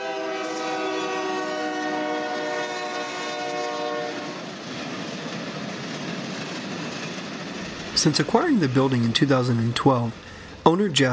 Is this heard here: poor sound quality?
no